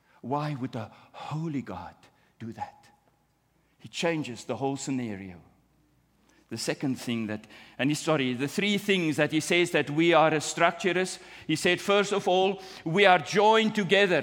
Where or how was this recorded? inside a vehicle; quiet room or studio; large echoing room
large echoing room